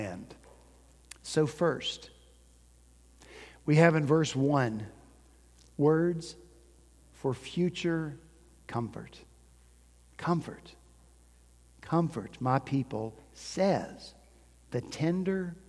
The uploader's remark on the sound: At Redeemer Presbyterian Church in Charleston, SC, our senior pastor preached about radical change on New Year's Day.